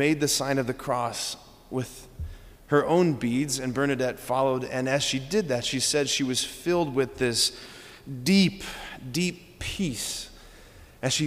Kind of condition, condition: setting, large echoing room